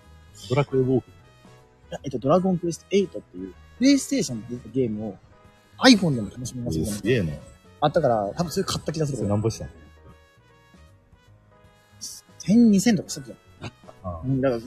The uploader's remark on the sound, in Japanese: ライブができないから公園で公開収録〜アルコールを添えて〜。屋外での収録のため、やや雑音が多く申し訳ございません。